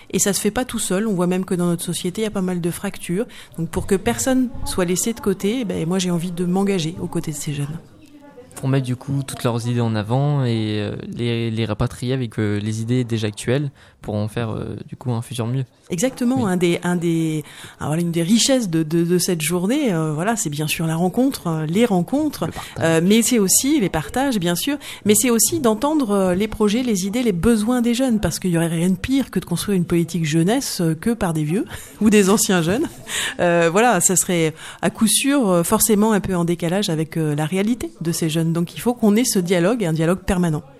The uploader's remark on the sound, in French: Emission réalisée en direct samedi 30 mars 2019 depuis le Campus des métiers de Joué-les-Tours.